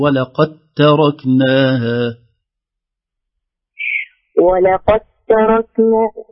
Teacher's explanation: لأن الدال مضغمة في التاء لا يوجد للدال أي أثر